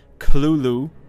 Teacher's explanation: Klulu, with a heavy guttural first syllable. The most common pronunciation, however, is Cthulhu, popularized much later after Lovecraft's death.